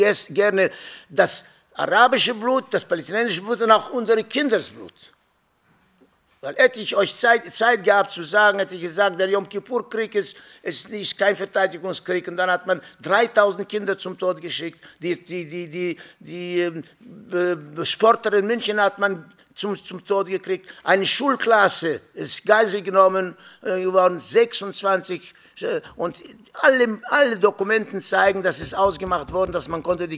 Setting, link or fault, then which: setting, live audience